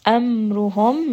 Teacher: amruhum, mim has tawassut in both of these cases, so rest on this letter. Ra here is going to be heavy because it has dhamma.